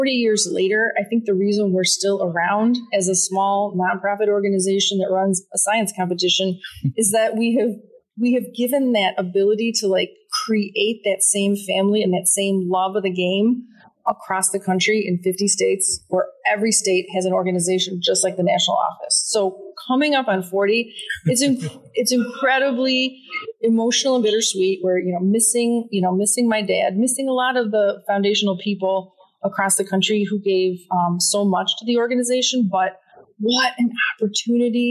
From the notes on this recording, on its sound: LIVE from the 2023 Science Olympiad National Tournament at Wichita State University. LIVE from the 2023 Science Olympiad National Tournament at Wichita State University.